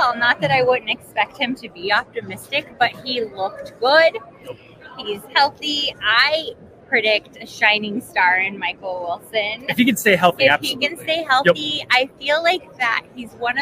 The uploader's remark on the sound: Live From Super Bowl LVIII!